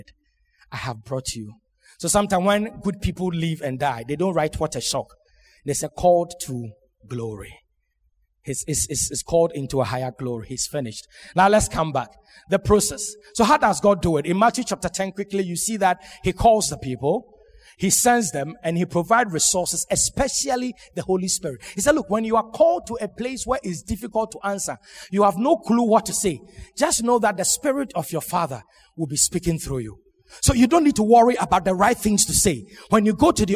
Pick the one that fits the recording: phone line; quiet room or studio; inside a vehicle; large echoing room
large echoing room